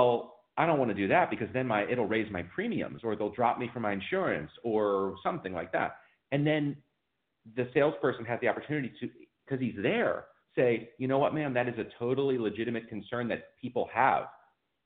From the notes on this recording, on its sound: Recorded phone call. I did a phone call with someone who wanted to know how to get leads for his roofing company.